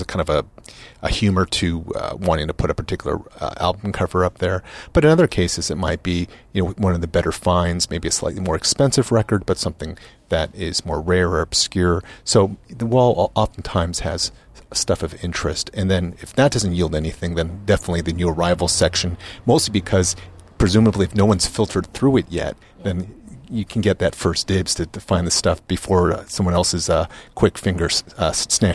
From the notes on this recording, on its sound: LIVE from the Last Bookstore. The Last Bookstore here in Downtown Los Angeles.